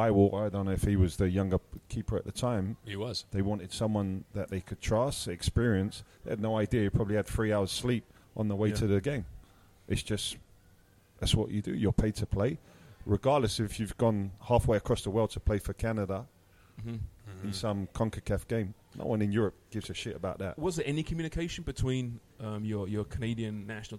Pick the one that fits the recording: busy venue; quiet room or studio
busy venue